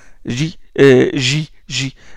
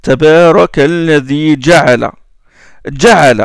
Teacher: Le jim arabe est une occlusive, c'est-à-dire à un moment, il bloque l'air. · Shown in: second take · Il y a fermeture du chenal expiratoire.